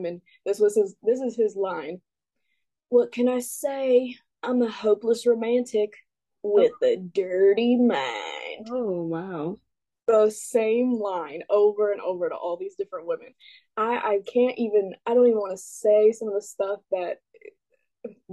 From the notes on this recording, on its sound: It’s over zoom this week and as chaotic as ever, enjoy!